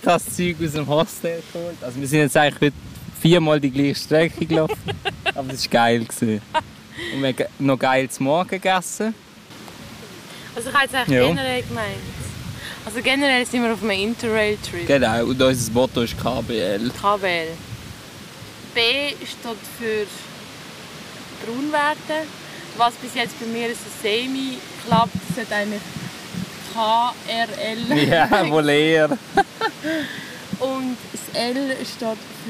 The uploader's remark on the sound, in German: Haben live im Schanzenpark gelabert. Es ist sehr windig und sobald man sich an das Rauschen im Hintergrund gewöhnt hat, ist die Folge auch schon wieder vorbei.